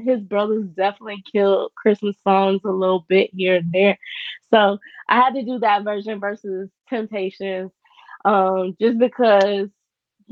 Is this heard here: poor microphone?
yes